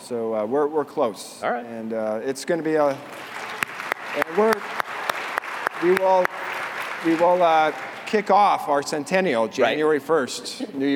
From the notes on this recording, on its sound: Tri-State PT Conference Keynote LIVE in Las Vegas. As I warm the crowd up, it was 8am on a Saturday in Vegas...